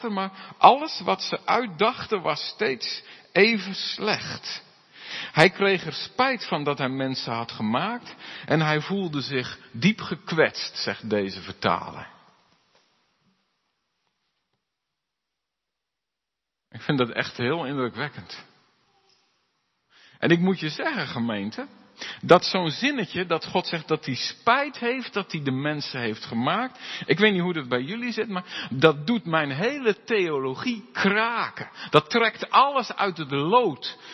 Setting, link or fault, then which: setting, large echoing room